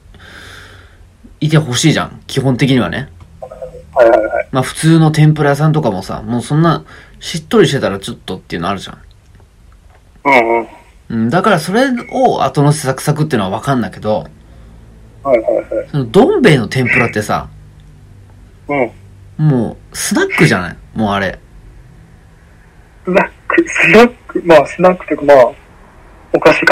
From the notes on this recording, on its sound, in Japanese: 電話収録の為音声が聞き取りにくい場合がございます。